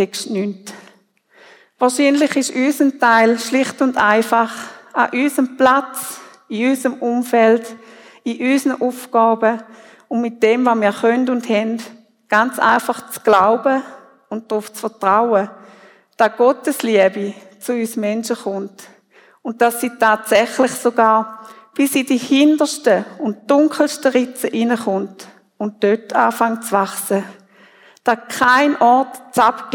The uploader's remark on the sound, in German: Predigt Loehningen. Familiengottesdienst zu Erntedank 2023.